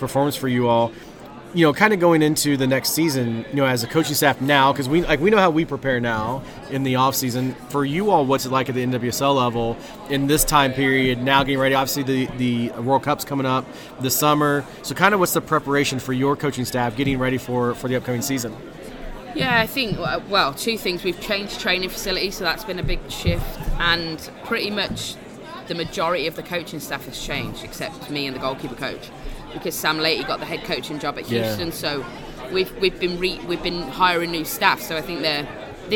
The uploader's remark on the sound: LIVE at United Soccer Coaches Convention PHL23. During the United Soccer Coaches Convention this past January.